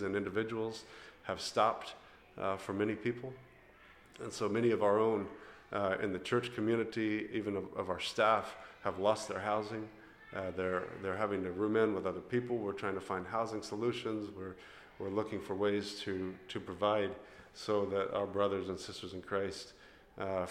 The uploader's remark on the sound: This was recorded during our time in Greece at the Anastasi conference, so you’ll hear some ambient sounds and some fluctuations in our voices.